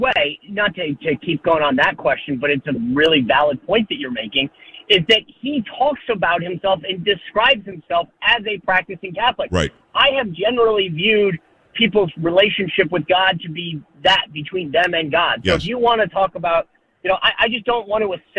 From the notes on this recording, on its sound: hits the phones